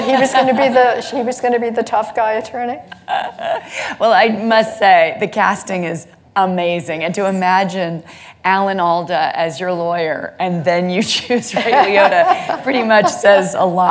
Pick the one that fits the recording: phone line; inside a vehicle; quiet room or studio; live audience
live audience